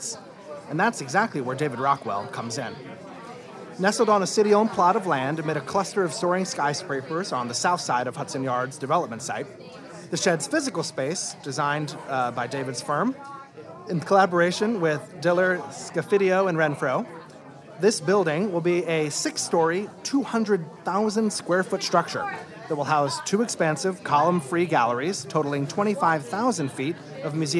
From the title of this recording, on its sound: Live from Orso